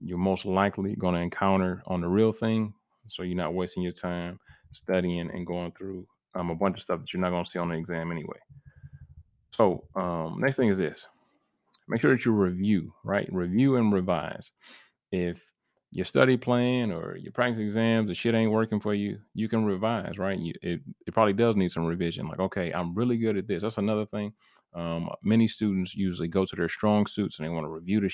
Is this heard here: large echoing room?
no